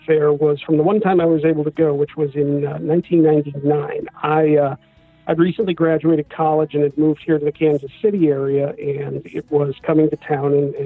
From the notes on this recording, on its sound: Special call-in guests. Telephone interview.